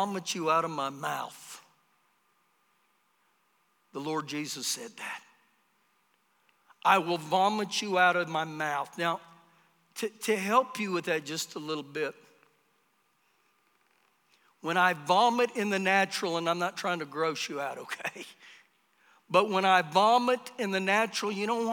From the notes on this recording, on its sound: Recorded live during our Sunday morning service.